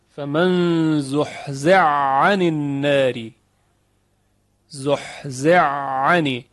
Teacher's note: حا در عین ادغام شده، ادغام کبیر و متقارن